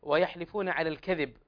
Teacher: إخواننا وأحبابنا في مصر ينطقون الذال زايا لكن في القرآن لا · Term: حرف الذال